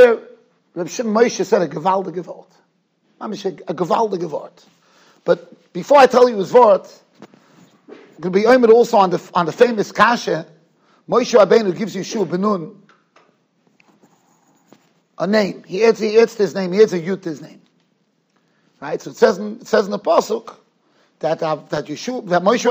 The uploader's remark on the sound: Shiur recorded in Yeshivas Ohr Reuven, Monsey, NY.